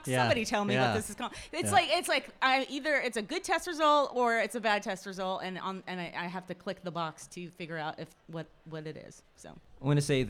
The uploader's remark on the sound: This conversation was recorded live at the 2023 Nordic Summer Social in Madison, WI.